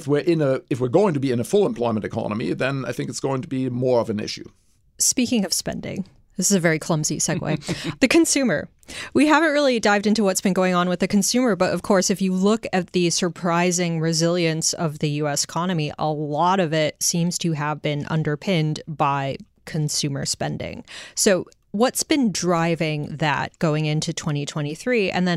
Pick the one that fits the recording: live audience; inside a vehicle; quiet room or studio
quiet room or studio